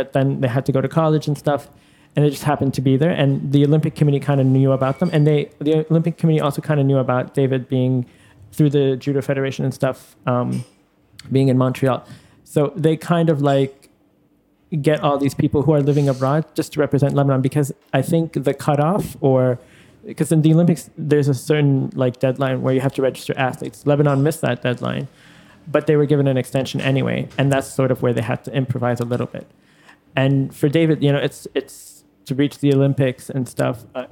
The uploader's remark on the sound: Recorded live at Aaliya’s Books. Our conversation includes a Q&A section. An audience debate.